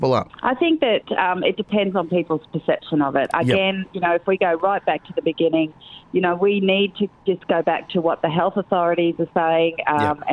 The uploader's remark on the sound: We threw it to the phones